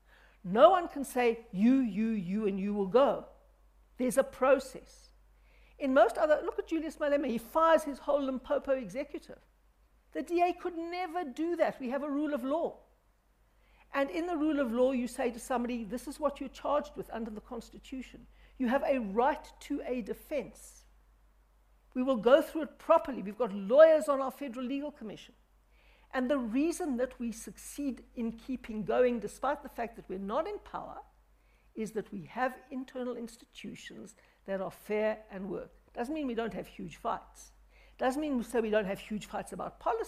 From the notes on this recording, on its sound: The third BizNews Conference in the Drakensberg. Answered questions posed to her by delegates at the conference.